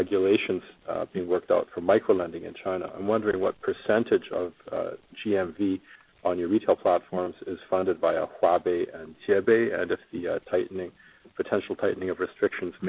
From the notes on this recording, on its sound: Earnings Conference Call